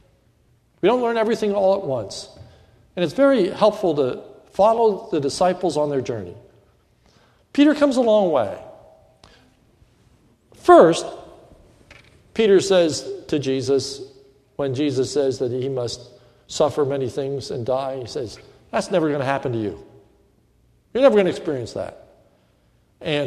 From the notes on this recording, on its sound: This is a sermon recorded during the evening service at Lebanon Bible Fellowship Church in Lebanon, PA on 7/19/2105